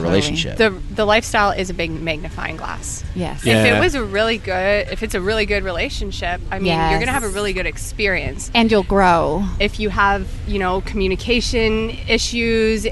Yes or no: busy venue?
yes